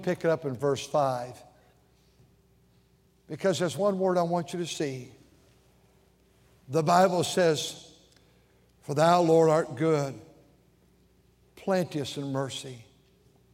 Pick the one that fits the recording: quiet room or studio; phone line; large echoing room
large echoing room